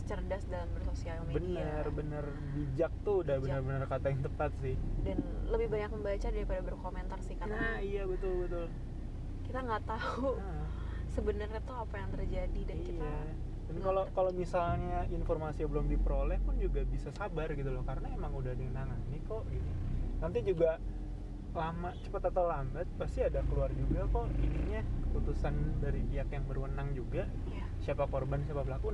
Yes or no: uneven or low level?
yes